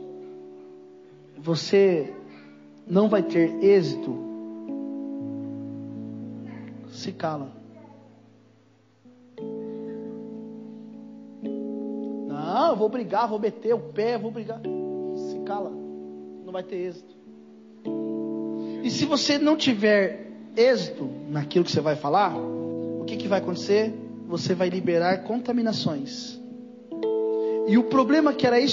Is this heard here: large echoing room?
yes